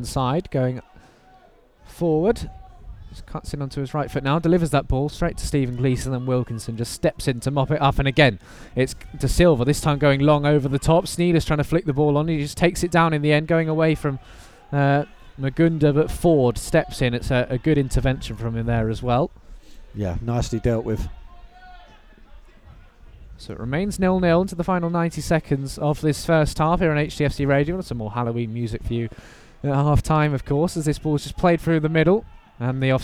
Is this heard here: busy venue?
yes